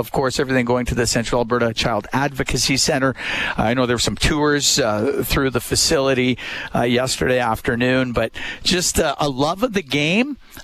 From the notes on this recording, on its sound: Live from Red Deer. Live from the Battle of Alberta Golf Tournament.